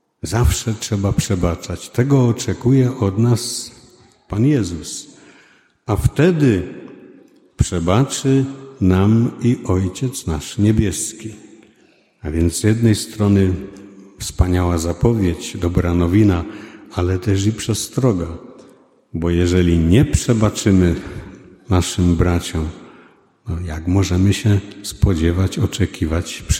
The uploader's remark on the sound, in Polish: 90. rocznica poświęcenia kościoła. Nagrania homilii i kazań wygłoszonych w parafii WNMP w Opolu Gosławicach.